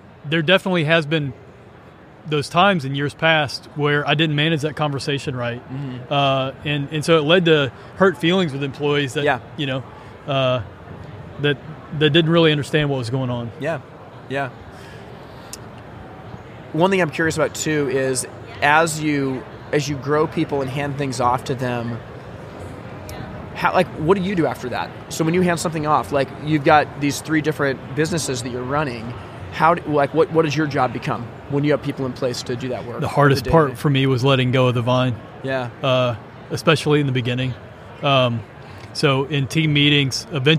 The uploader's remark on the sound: Live from 2024 HPBExpo. Live from the 2024 HPBExpo in Nashville, TN.